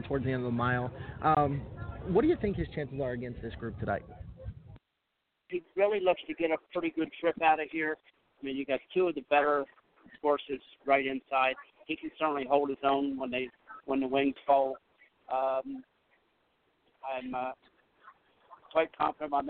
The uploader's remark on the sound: 2016 Dan Patch Stakes LIVE from Hoosier Park. Is LIVE from Hoosier Park in Anderson, Indiana to cover the 2016 Dan Patch Stakes.